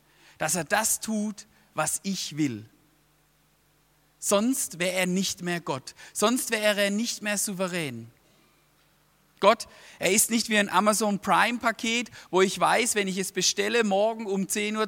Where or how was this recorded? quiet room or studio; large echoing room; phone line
large echoing room